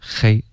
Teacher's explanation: 中文的这个 H 的音的发音呢，它标准的发音啊、是一种摩擦音